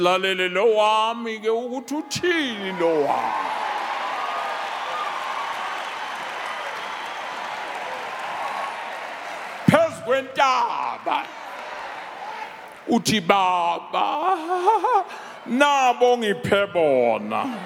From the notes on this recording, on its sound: preached at our Annual Home Coming Conference, Word Explosion 2022, hosted at Grace Bible Church Pimville on the 16th of September 2022